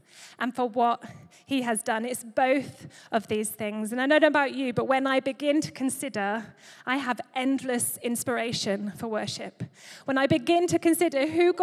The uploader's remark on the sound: Recorded live at Life Church Lancashire - 30th April 2023